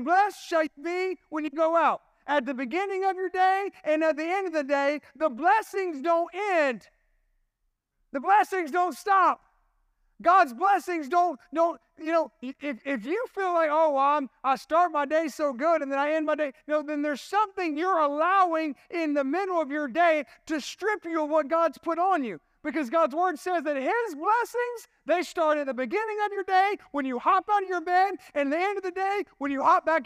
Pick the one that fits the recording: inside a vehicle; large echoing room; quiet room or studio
large echoing room